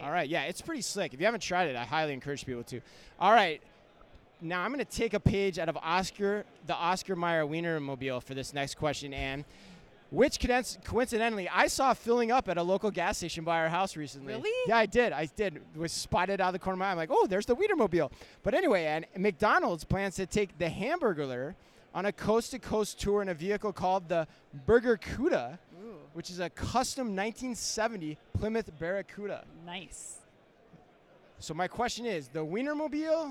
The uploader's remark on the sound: live from Manifest